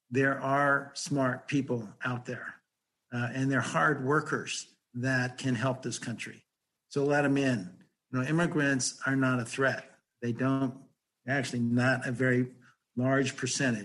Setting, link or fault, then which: link, video call